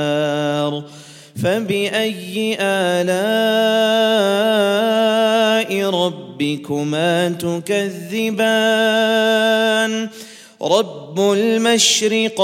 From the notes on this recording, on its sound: at the Houghton Masjid (West Street)